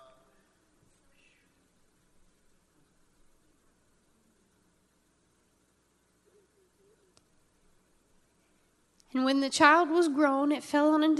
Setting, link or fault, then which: setting, large echoing room